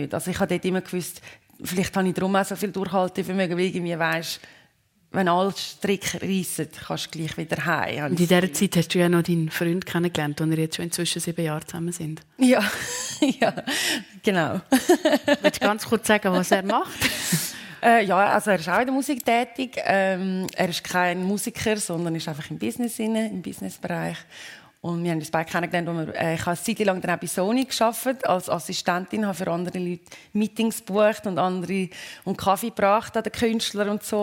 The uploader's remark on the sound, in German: live aus dem Seedamm Plaza in Pfäffikon